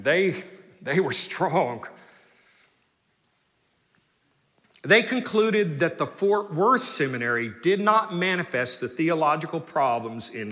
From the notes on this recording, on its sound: delivered the Founder’s Day Address in #SWBTSChapel on March 9, 2023.